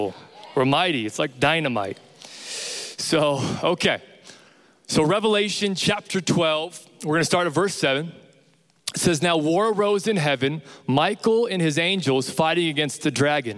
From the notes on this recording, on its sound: Recorded live from Capital Young Adults.